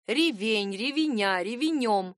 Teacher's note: Ударение в этом слове, как и в существительном «щавель», тоже падает на второй, последний слог.